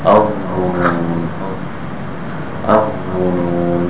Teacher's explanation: When you have alif lam and then the wa, then the lam is not pronounced and the wa has to take on a shadda. · Term: sun letter